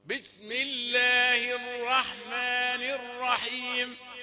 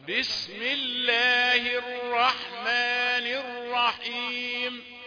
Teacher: لم يأتي بصفير السين، حرف السين لم يأخذ الصفير · Shown in: first take · بسم الله قال بسم الله، بسم الله كتم السين، وربما أشبهت الثاء المثلثة.